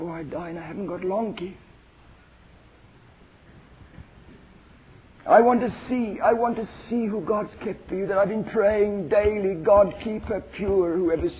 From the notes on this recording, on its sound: the audio quality is not very good